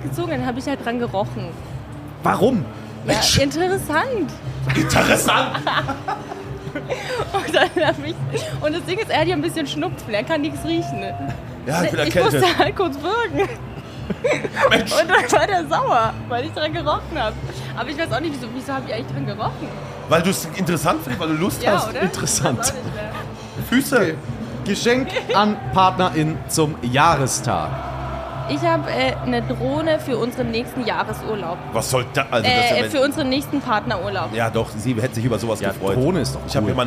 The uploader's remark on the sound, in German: Live vom Oktoberfest. 10 Hörer*innen waren exklusiv & live bei der Podcastaufnahme auf dem Oktoberfest dabei und sind Teil der Folge.